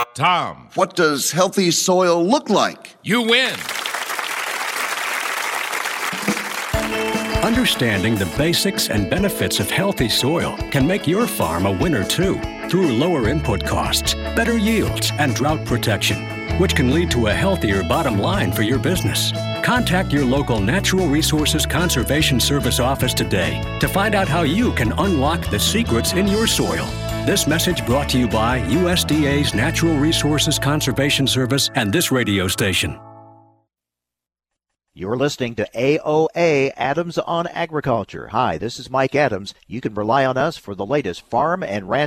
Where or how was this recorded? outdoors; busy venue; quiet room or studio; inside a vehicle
busy venue